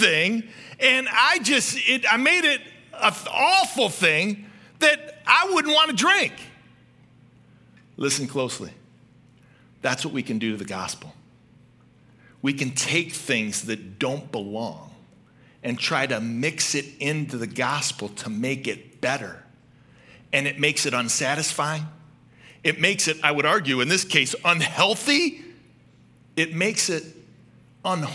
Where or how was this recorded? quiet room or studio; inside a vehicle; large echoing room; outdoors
large echoing room